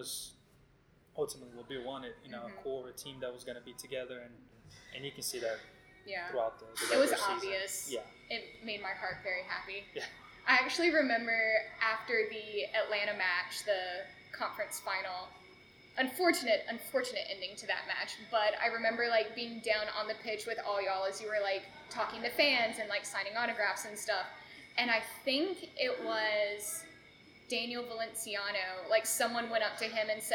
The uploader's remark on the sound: This episode was recorded at Cadence Coffee Co. This episode was recorded at Cadence Coffee Co.